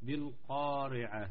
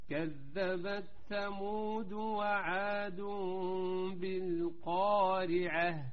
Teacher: وإنما القافات مفخم ولكن حرف الراء الترقيق · Shown in: second take